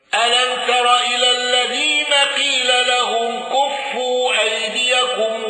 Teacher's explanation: قالون بسكون الميم وقصر المنفصل